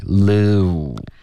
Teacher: 你现在嘴唇是半撅的一个状态，你应该开头是放松，后面嘟起来